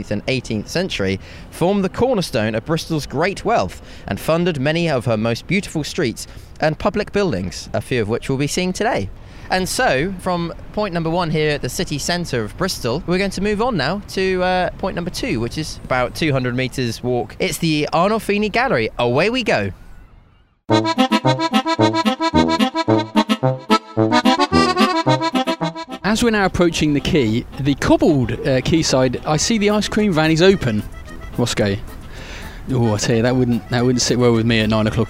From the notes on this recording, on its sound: an entertaining walk as they discover the sights and sounds of Bristol